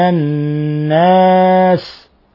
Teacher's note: الناس نون مشددة تغن مقدار حركتين لأنها تصبح حرف غنة مشدد